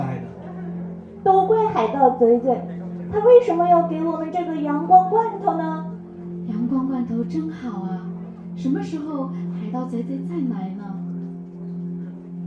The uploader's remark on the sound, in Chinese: 12月27日周庄活动现场